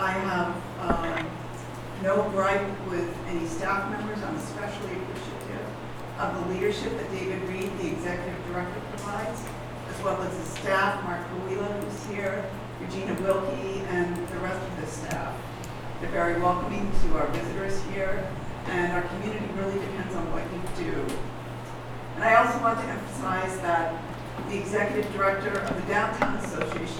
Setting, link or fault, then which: setting, large echoing room